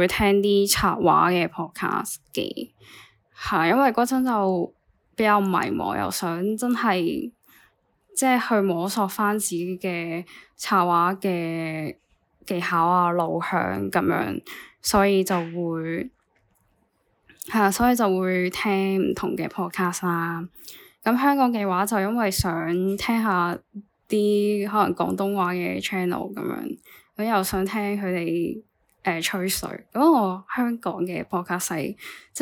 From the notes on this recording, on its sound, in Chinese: 求其打完大綱就拎部 iPhone錄音